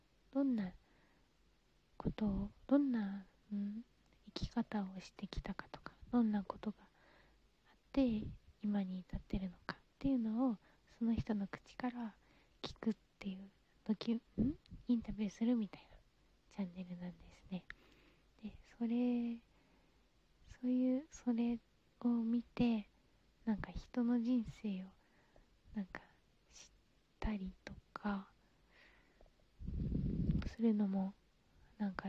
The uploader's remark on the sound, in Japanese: From Radiotalk。相変わらずの吐息爆音収録。